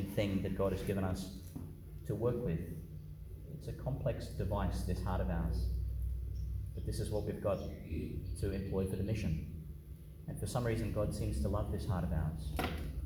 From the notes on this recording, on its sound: Homily for the Twelfth Sunday in Ordinary Time, delivered (at the morning Mass) in Our Lady Star of the Sea Church, Gladstone, Qld. Homily for the Twelfth Sunday in Ordinary Time, delivered (at the morning Mass) in Our Lady Star of the Sea Church, Gladstone, Qld.